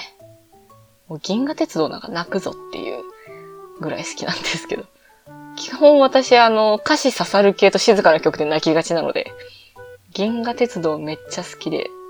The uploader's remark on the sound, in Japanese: いつもと収録環境が違った為、音質が悪いです。